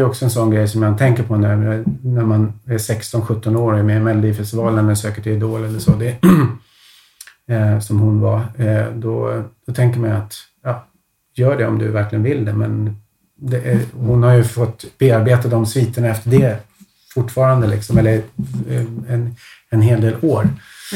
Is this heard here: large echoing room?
no